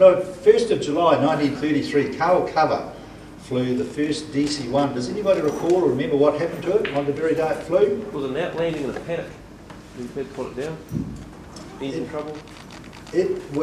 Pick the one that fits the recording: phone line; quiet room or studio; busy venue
busy venue